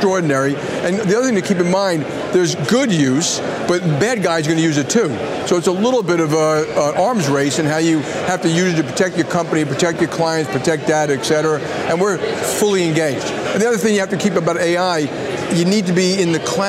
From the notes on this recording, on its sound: They speak at the 2023 JP Morgan Global High Yield & Leveraged Finance Conference in Miami Beach, Florida.